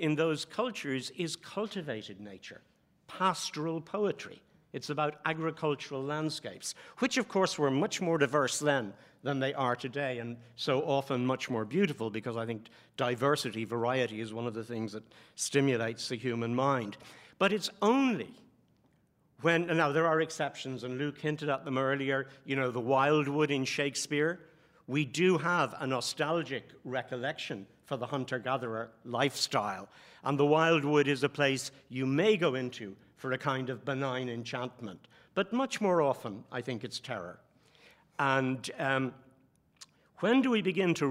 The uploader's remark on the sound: Recorded live at Dublin Book Festival.